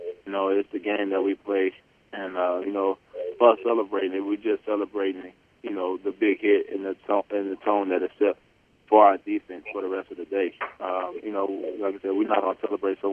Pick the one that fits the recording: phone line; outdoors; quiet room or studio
phone line